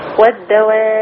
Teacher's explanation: وكمان ناخد قلقلة إيه بزمن أطول زي وتب لأن دي بقى مشددة موقوف عليه